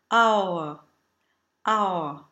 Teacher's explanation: If we break this triphthong down, we get a bright ah, the open cookie u, and a schwa